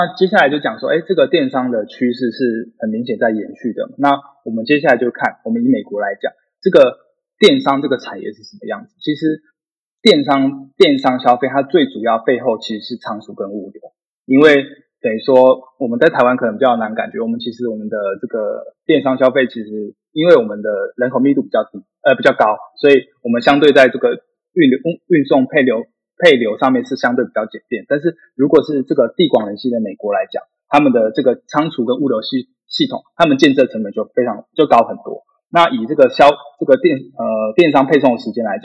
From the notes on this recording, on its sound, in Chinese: 本集節目採用 Zencastr 遠端錄音，非專業設備，錄音品質欠佳敬請見諒！